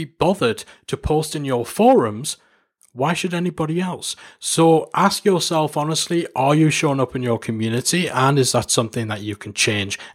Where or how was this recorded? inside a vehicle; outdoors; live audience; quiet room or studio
quiet room or studio